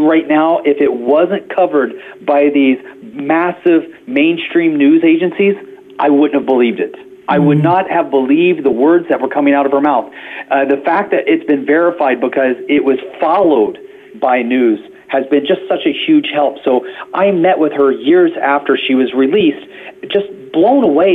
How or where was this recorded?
phone line